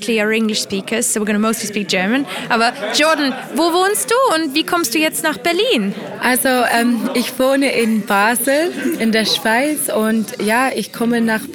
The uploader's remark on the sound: Live from the Polyglot Gathering in Berlin